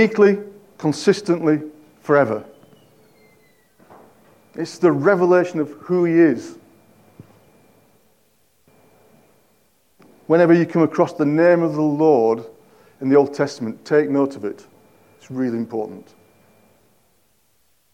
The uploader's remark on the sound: At King's Church, Cockermouth, as an audio file.